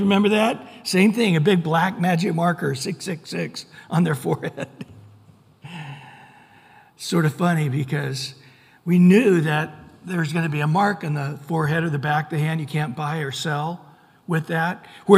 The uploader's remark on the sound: Recorded at Calvary Chapel of Los Alamitos on Aug 20 2023 on Sunday Morning Sermon